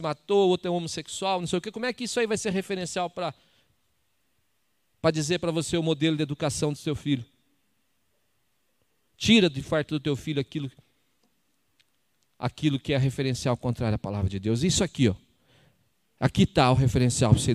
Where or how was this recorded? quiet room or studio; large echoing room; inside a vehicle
large echoing room